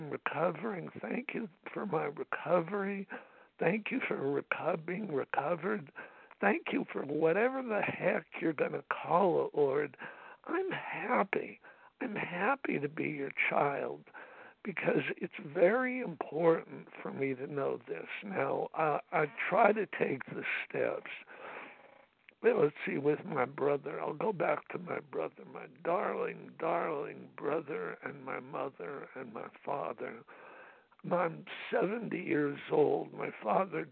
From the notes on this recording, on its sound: from the 100 Pounders Phone Meeting, 8/27/23.